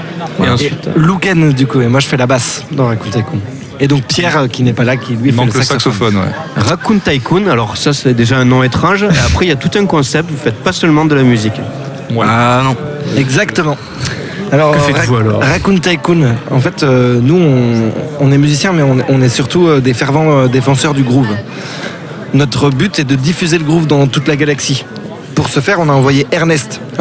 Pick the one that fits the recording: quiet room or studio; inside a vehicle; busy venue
busy venue